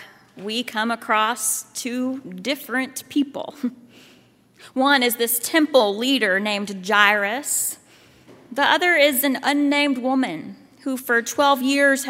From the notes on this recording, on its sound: at Highland Baptist Church, Louisville, Kentucky